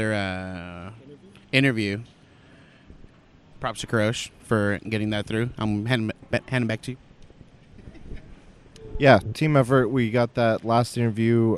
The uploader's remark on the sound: We talk about our day at the convention Sunday before we go to head back to SoCal! We convened at the airport to record this last bit of PAX podcasting!